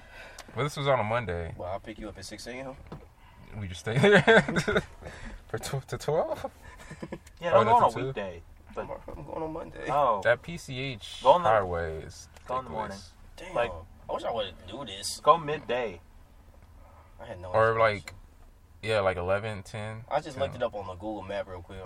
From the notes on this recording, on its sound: joins the boys in the car